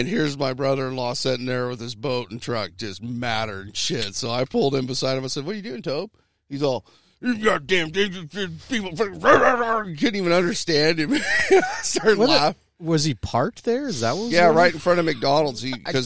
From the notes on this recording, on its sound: So we recorded outside today